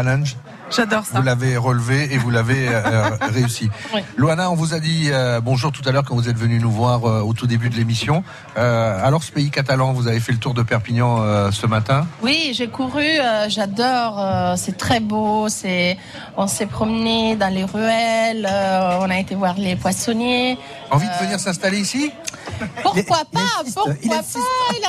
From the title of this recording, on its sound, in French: En direct de la Fête des Marchés Place de la République à Perpignan